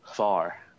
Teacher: it should be one syllable. It shouldn't be Havar, but it's hard to say the way they do it, this HV sound together